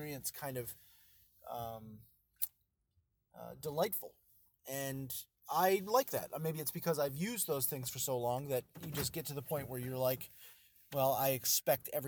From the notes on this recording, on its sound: An update via Android (audio). A quick audio bit, recorded while driving through my car’s audio system for part of it (sorry).